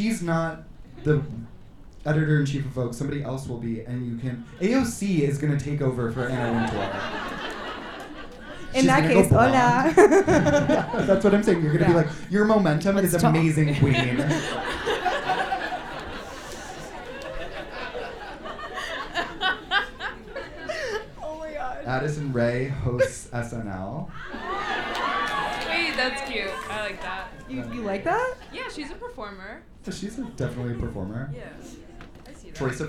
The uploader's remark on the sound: On the the first ever LIVE episode of Harrytales. A sold out show at the Sultan Room in Brooklyn.